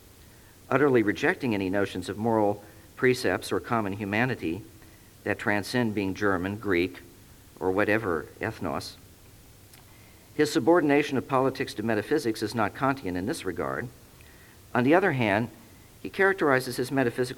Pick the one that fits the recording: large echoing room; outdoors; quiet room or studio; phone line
large echoing room